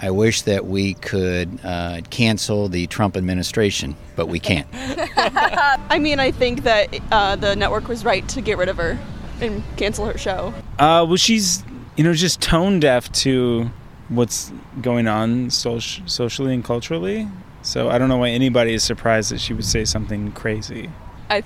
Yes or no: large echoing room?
no